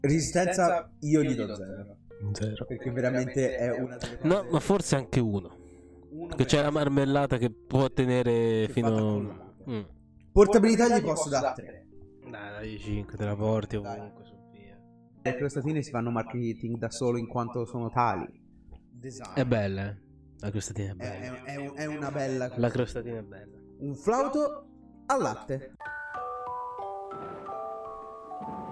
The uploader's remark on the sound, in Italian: Scusate per l'audio inascoltabile, errore molto poco professionale.